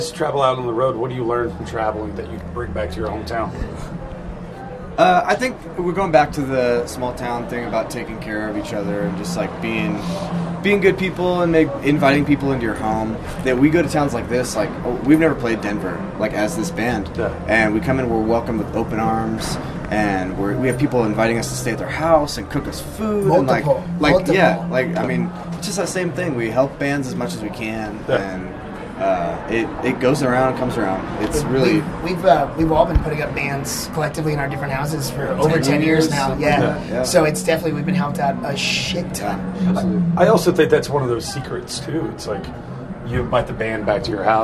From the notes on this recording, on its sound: Outside the Summit Music Hall in Denver, Colorado!